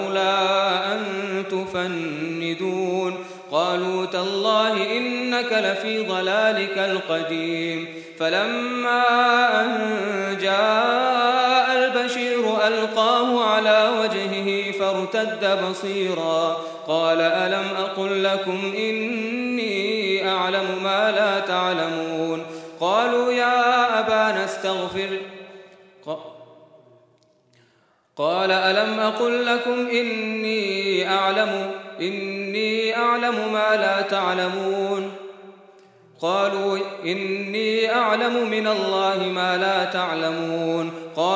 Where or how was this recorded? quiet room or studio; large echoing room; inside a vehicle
large echoing room